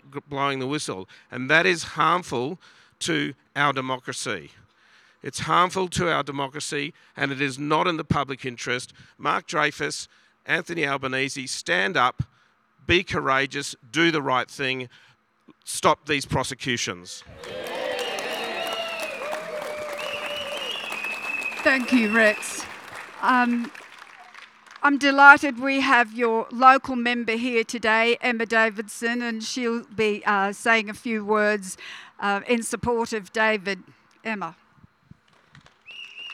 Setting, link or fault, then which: setting, outdoors